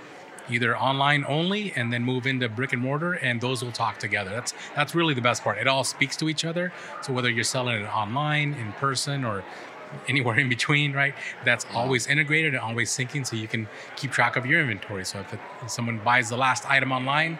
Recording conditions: busy venue